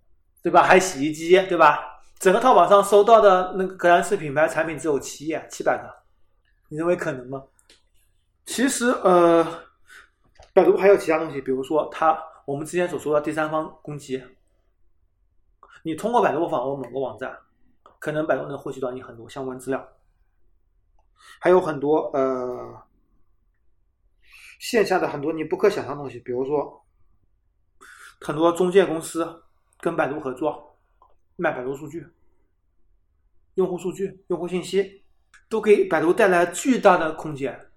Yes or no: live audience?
no